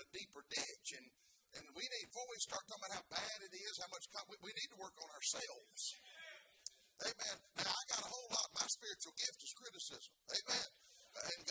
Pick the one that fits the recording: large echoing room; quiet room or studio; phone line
large echoing room